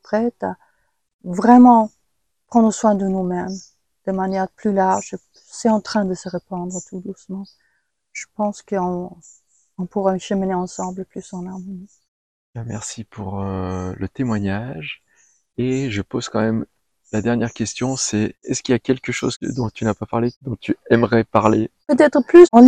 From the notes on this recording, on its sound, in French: Sessions en direct de 2020 par téléconférences